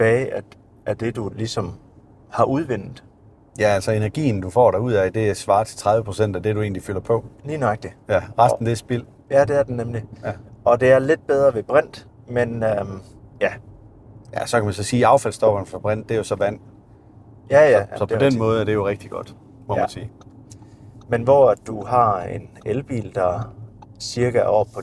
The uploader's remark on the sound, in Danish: Episoden er optaget i en Audi Q8 E-tron Sportsback